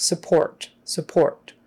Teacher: that last syllable in support is pronounced, it's stressed. Um, so we're going to make sure we have that OR correct.